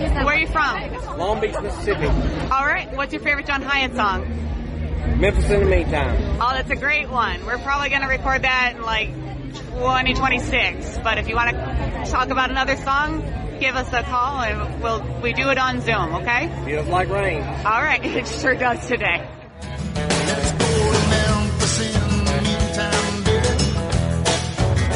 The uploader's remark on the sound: Fans on the Fairgrounds - Live by Tape. After a day of pouring down rain, our brave co-host pulled out her trusty recorder and got comments and reactions from many members of the audience waiting for the man, himself to perform.